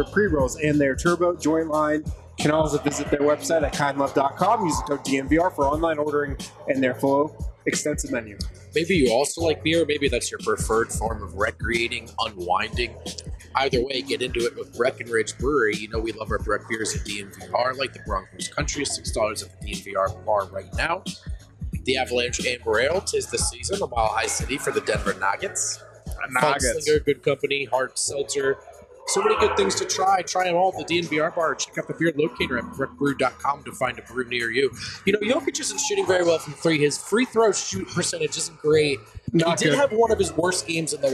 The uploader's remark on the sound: Live from the Basketball Social House in Denver.